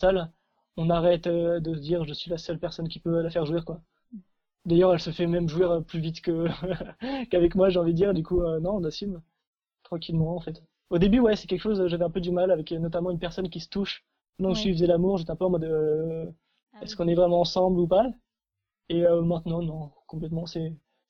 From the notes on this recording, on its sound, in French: Comme vous l’entendrez, l’interview a été une nouvelle fois faite par téléphone… merci pour votre indulgence en termes de son !